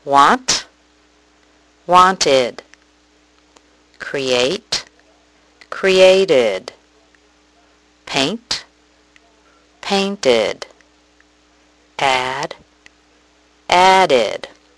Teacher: All of those verbs, when you add the ed ending, sound like id at the end.